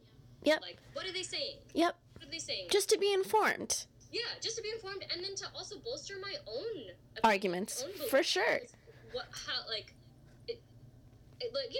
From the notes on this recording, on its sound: bad sound quality